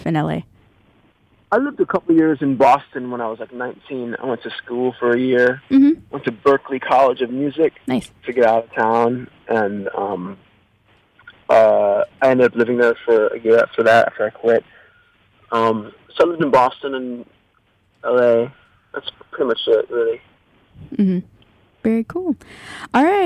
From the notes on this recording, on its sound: phoned in to Radio One Chicago